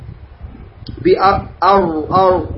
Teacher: اللسان عندما يطرق بأر هنا في غار الحنك الأعلى يكون هناك فجوة صغيرة يخرج منه صويت · Term: صفة التكرير